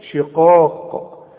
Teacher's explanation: ممكن تقول فإنما هم في شقاق، أقول لك ده غلط، فإنما هم في شقاق، في مرققة، شقاق القاف من أعلى حروف التفخيم اللي بعدها ألف، شقاق، وهي مكسورة شقاق، لكن عند الوقف إيه؟